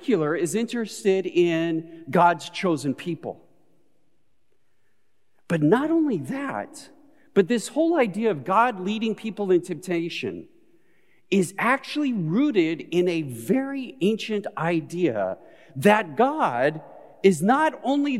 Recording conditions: large echoing room